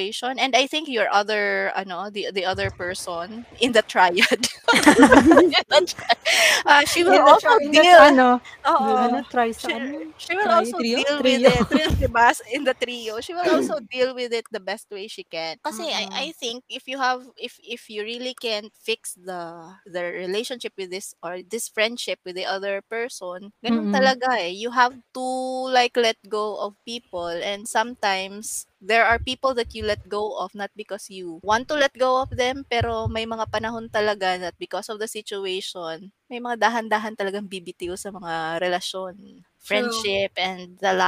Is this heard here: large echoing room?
no